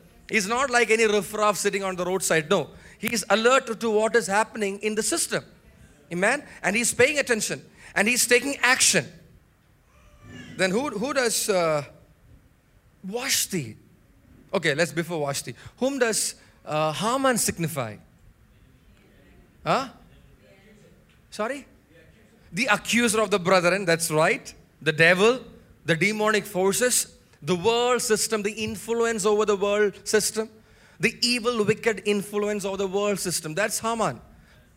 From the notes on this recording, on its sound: preached at Sunday Service on 14 January 2024 at Revelation Church.